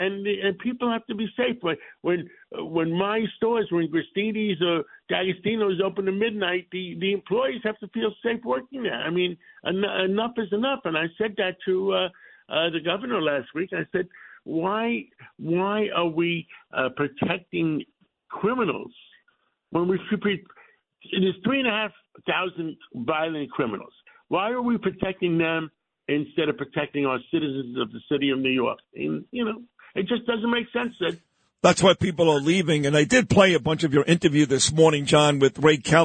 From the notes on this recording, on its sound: calls in from London, United Kingdom